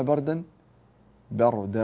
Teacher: الباء حرف مرقق والراء حرف مفخم، يعني الراء حرف فيه قوة بتفخيم والباء حرف مرقق.